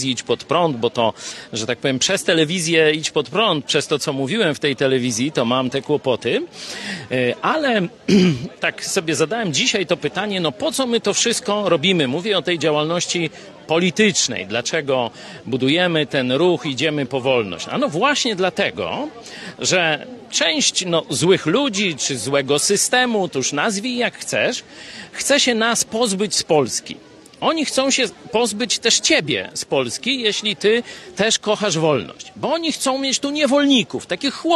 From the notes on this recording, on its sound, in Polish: przeprowadzony na Placu Litewskim w Lublinie